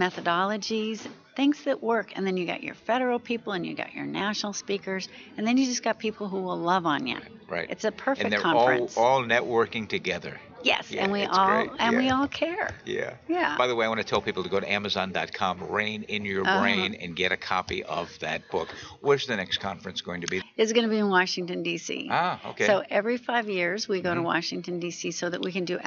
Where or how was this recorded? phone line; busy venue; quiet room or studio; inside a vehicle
busy venue